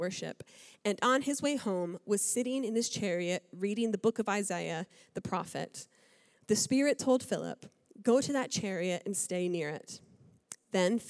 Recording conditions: large echoing room